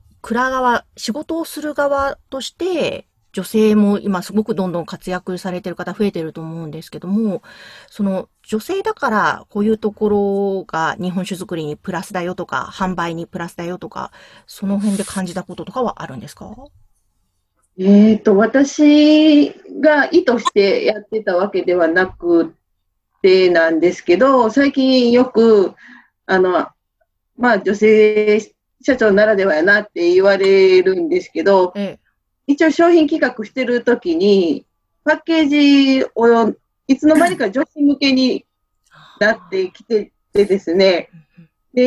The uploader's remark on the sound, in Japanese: クリスマスのコスチュームもつけながらZoomでお話を伺いました。